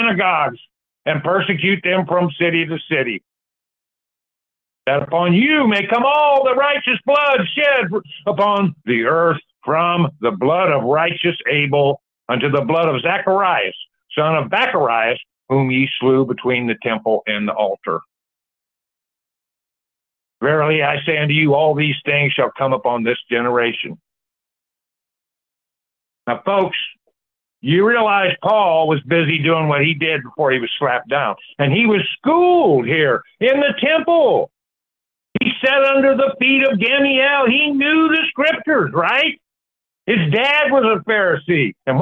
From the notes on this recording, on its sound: Sunday Call In Bible Study January 14, 2024